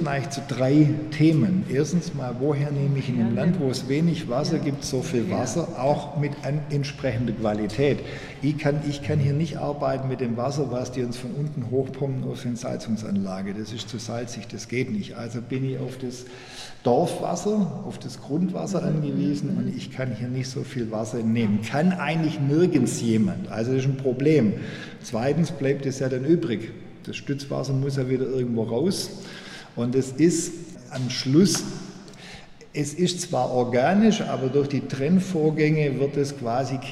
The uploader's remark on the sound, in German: Aufgenommen in einer Steinmühle/Thalames-Mani-Peloponnes, September 2020.